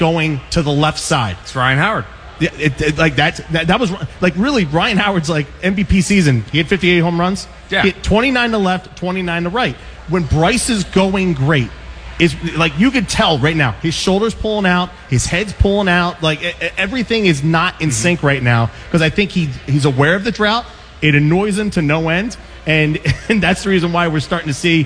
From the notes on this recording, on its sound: broadcast LIVE from Xfinity Live